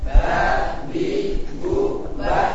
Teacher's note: Nah, bukan bah. Pakai ba, jangan tambah m orang Jawa.